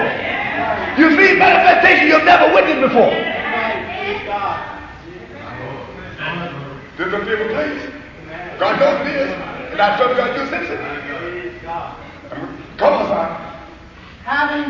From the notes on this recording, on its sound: preached at the 1985 Springfield (OH) fellowship meeting